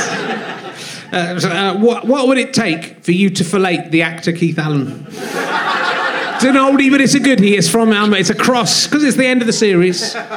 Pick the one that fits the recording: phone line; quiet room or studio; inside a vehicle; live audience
live audience